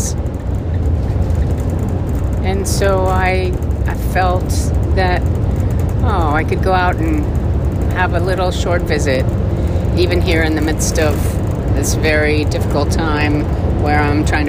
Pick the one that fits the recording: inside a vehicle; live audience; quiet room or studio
inside a vehicle